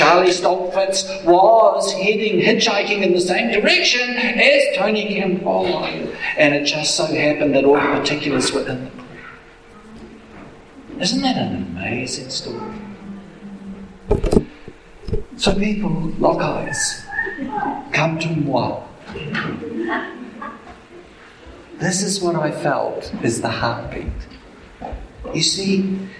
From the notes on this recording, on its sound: Apologies for the audio quality...